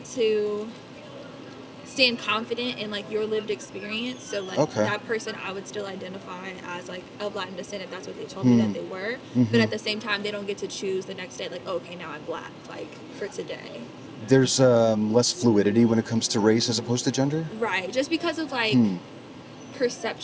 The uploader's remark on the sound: Location: San Antonio, Texas. Recorded w/Go-Pro.